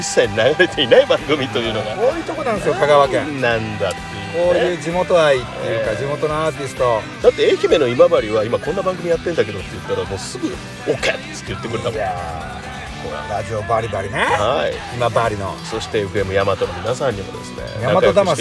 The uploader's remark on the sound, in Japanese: 車内に閉じ込めて収録という悪環境。